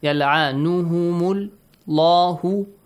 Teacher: Allah is pronounced heavily. Why? Because Dhamma sound is before.